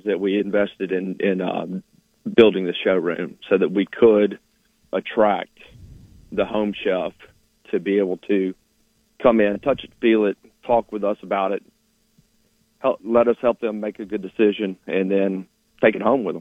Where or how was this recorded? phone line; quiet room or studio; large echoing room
phone line